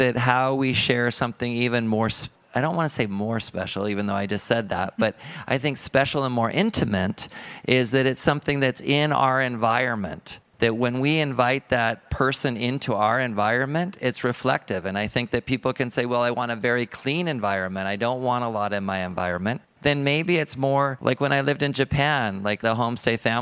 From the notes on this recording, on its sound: Live at the L.A. Art Show. Live at the LA Art show. Join us for the first ever live Art History Babes podcast!